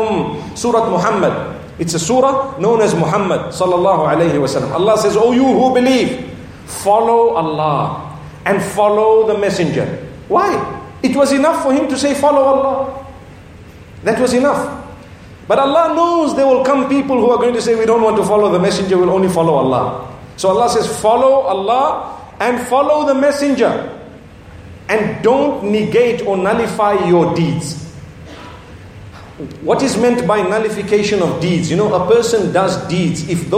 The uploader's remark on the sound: Lecture from At The Peak Convention in Hong Kong